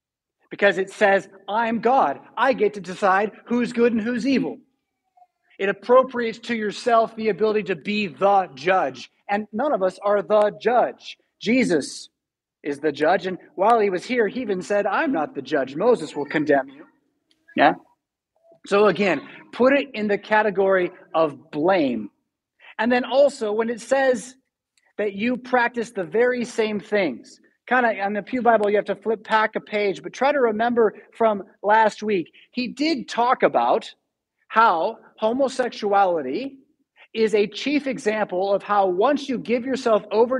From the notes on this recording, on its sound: Preached at St Paul Lutheran Church , Rockford, Illinois on May 1, 2022.